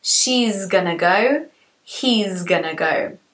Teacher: as she and he both finish with a vowel sound, which is voiced, we need to use the z sound